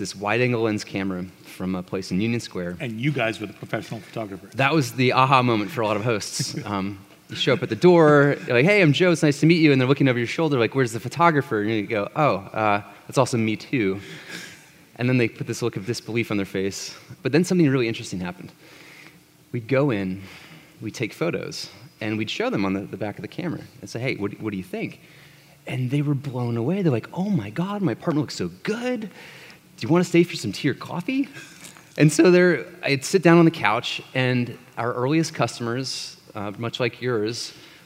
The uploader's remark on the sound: This fireside was recorded at The Scaleup Offsite, an event focused on scaling companies co-hosted by Greylock Partners and YC Continuity.